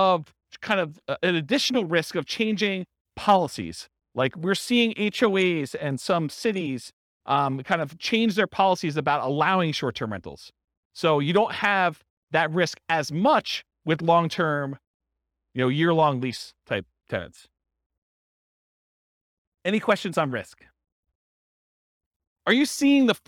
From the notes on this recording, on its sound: This was a live class recorded to give investors a solid overview of the buy and hold real estate investing strategy including short-term rentals. The live in-person version.